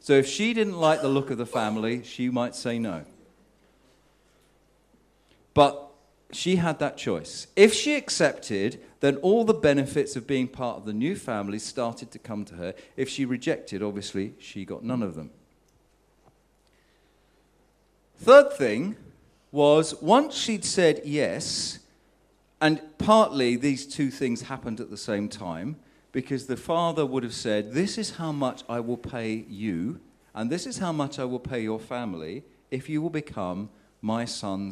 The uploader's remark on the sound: Sermon at St James Alperton